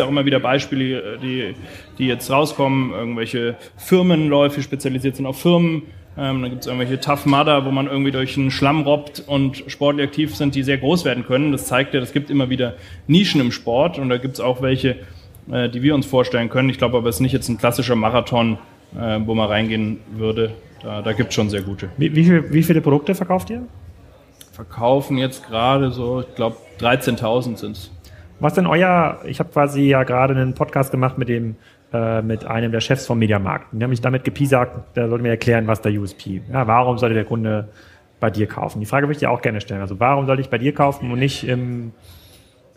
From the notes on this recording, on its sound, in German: Live Podcast aus Zürich